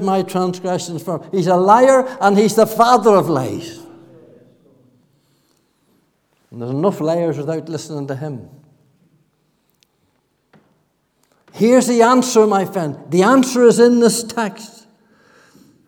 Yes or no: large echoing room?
yes